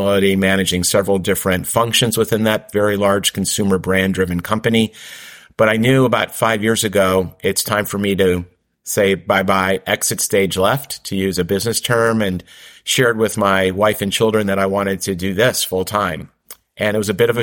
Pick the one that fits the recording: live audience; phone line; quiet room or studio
quiet room or studio